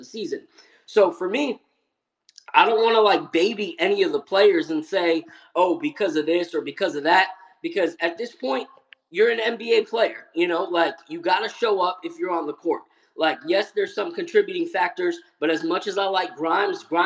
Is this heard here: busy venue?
no